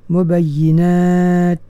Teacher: kita letakkan hujung lidah di tempat keluar huruf ta dan dilepaskan dalam keadaan yang dikeluarkan bunyi angin tu · Term: sifat hamas